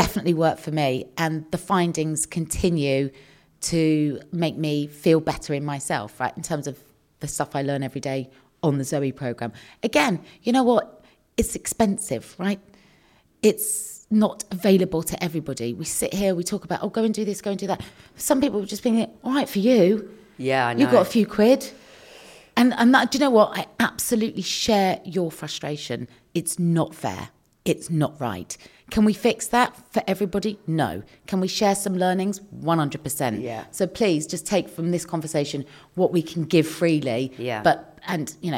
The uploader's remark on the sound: Live from Acast HQ. Recorded in front of a live audience at Acast's offices in London!